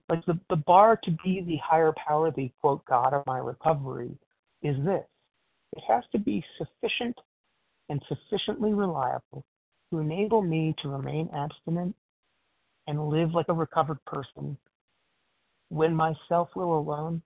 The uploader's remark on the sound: 100 Pounders Phone Meeting.